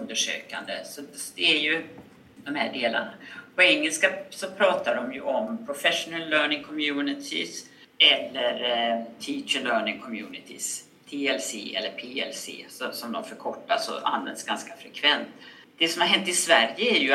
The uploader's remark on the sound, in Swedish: På grund av tekniskt strul är ljudkvalitén tyvärr inte den bästa.